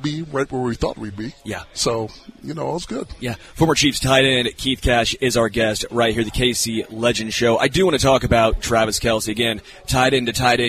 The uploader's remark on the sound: LIVE from Hollywood Casino!